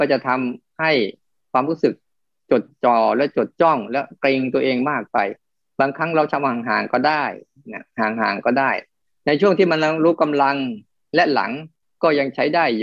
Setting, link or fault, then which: link, video call